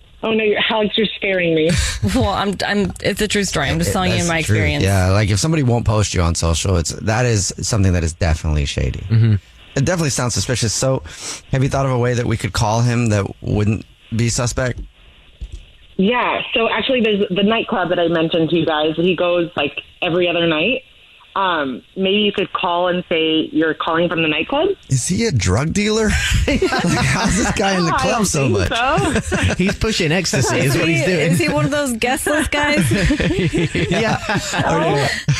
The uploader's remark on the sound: There is a woman on the phone who thinks her husband is cheating on her.